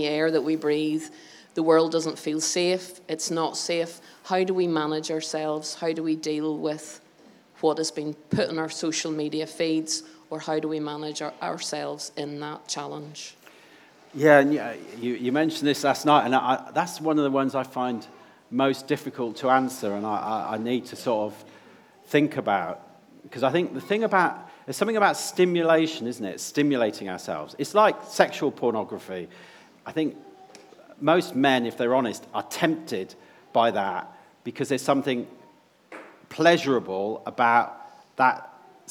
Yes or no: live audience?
yes